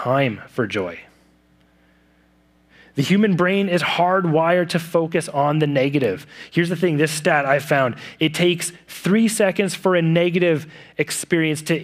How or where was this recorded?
large echoing room